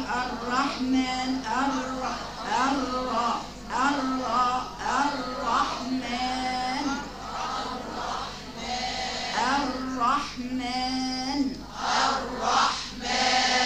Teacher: في وسط الكلمه راء مشدده، راء مفخمه